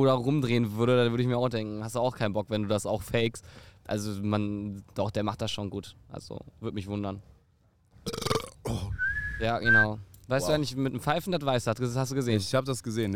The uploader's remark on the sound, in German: Wir sind auf dem Deichbrand Festival auf dem Campingplatz.